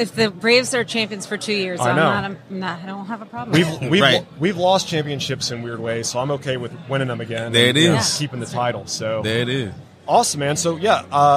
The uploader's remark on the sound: LIVE from WORKBENCHcon 2022.